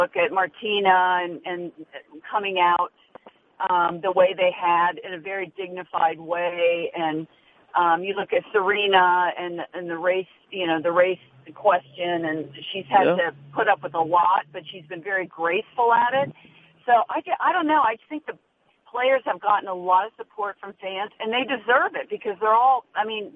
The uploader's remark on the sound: U.S. Open Conference Call